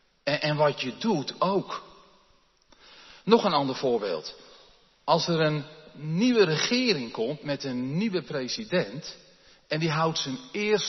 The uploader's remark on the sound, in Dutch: opgenomen in de Jeruzalemkerk te Groningen